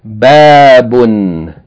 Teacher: A long vowel followed by tanween, two syllables.